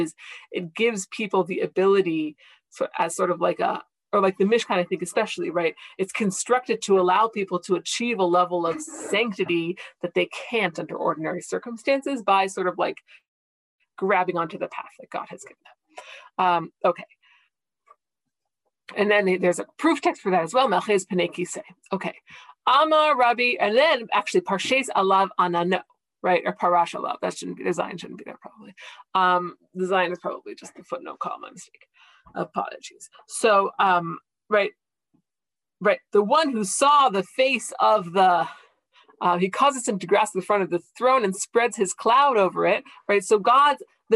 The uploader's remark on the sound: This audio was originally captured from Zoom